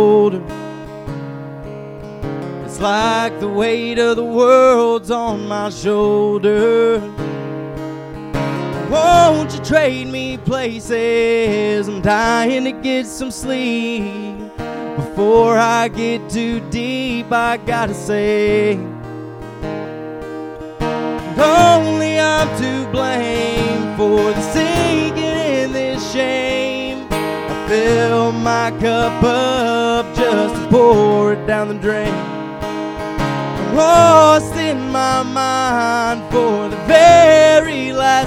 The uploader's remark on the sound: Live At The Burl – Lexington, KY.